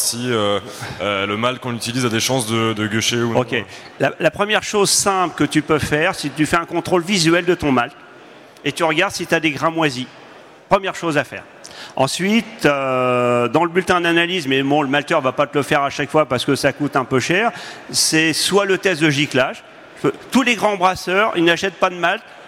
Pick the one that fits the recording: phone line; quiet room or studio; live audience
live audience